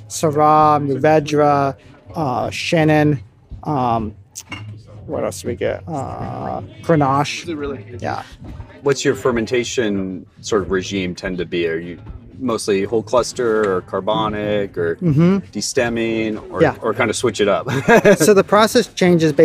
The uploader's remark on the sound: Interviews with some of the winemakers at the By The Way Festival November 2022. By The Way is a wine festival held regularly in Richmond, CA.